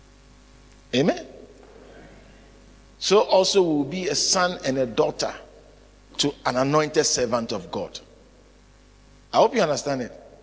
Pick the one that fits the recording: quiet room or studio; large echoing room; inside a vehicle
large echoing room